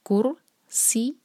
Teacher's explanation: Next word ہے کُرْسِیُّهُ، کیف کا رو سے جوڑیں گے، رو یہاں بھاری ہوگا کیونکہ رو ساکن سے پہلے ضمہ ہے، تو کُر سی، سین جو ہے سی ٹی کی آواز کے ساتھ، اور یہاں پر یا پر شدہ ہے، تو ایک یا ساکن والا اور ایک یا ضمہ والا.